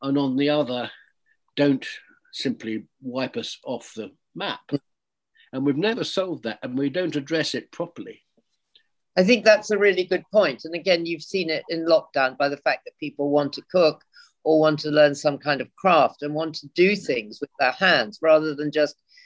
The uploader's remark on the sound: This talk was recorded online in March 2021.